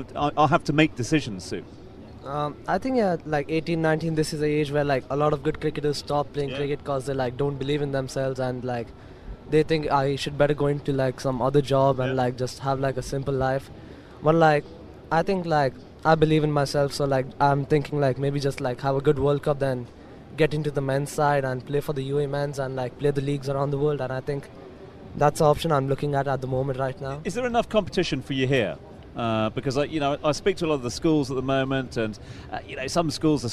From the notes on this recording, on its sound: From the rooftop garden of Barasti